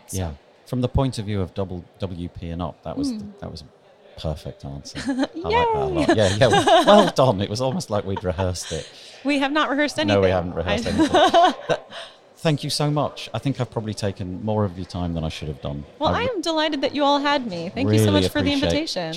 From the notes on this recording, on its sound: This is another one of the talks that the WP&UP team recorded during WordCamp Europe 2019. We’re back in the corridor, surrounded by approximately 3,000 WordPressers, so you’re going to have to cope with the background noise… and children!